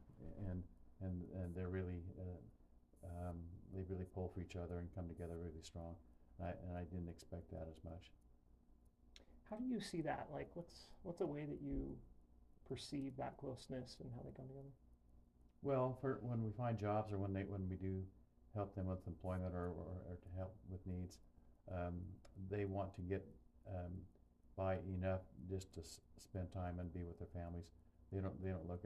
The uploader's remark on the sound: QUIET AUDIO ISSUES